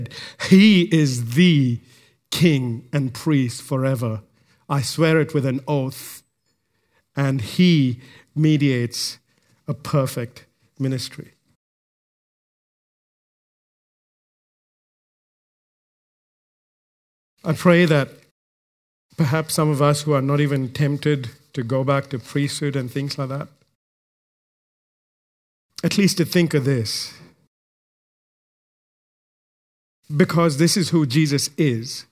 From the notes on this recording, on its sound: recorded live at Grace Community Bible Church